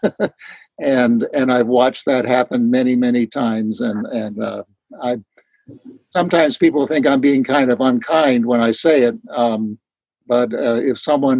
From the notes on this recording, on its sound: The weekly zoom speaker meeting hosted by the Barcelona fellowship